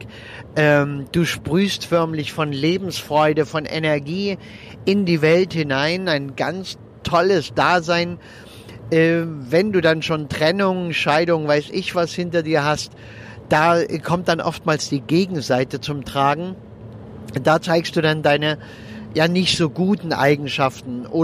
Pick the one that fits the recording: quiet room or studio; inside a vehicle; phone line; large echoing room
inside a vehicle